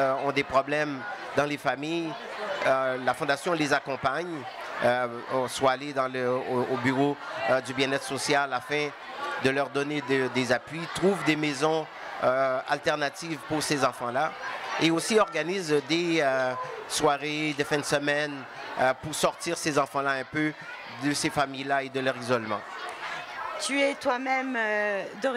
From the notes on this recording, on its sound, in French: au Salon du Livre Francophone de Toronto